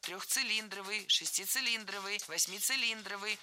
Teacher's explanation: Всегда ударение ставим на слог «ли», как и в исходном прилагательном без первой части цилиндровый.